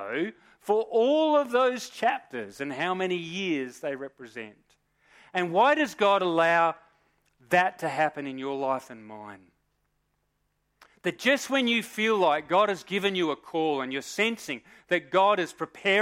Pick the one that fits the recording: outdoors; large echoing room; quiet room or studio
large echoing room